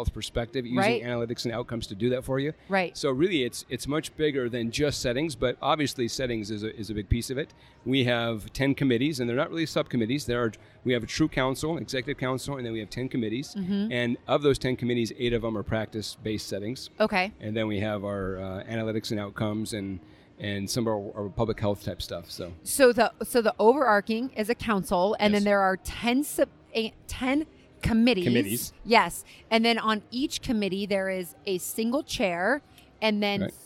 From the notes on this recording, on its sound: live from the Dragonfly Max Podcast Lounge